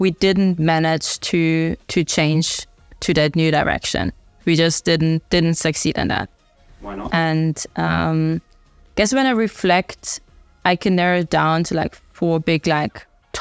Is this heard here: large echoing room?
no